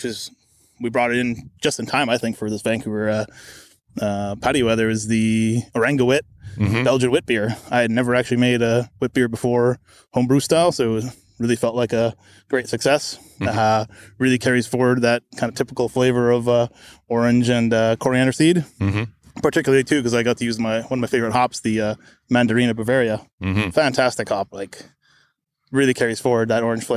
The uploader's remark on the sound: Recorded in a park in Vancouver, BC.